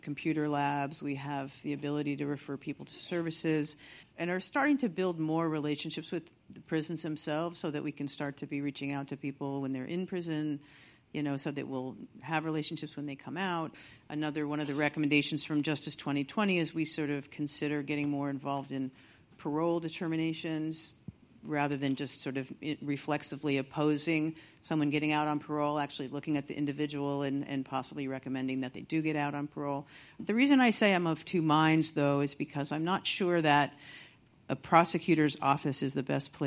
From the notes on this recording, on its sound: Highlights from a public screening and panel discussion